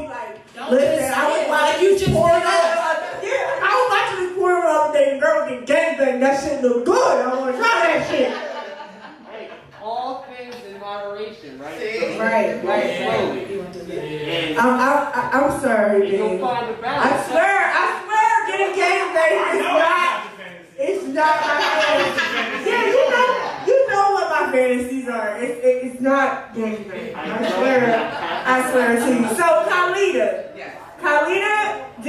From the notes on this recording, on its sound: We go live each month with a live audience at DripsxFashion in Absecon NJ.